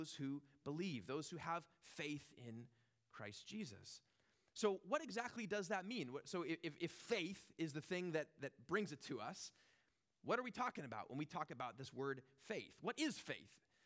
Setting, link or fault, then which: setting, large echoing room